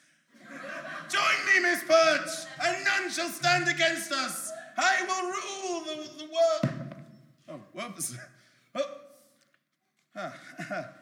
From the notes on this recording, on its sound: The rough and experimental pilot episode, performed live at VAULT Festival in Waterloo, London.